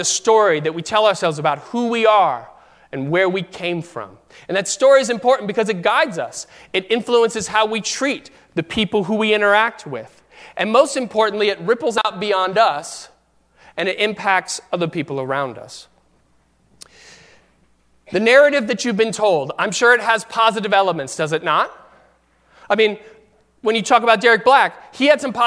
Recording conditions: large echoing room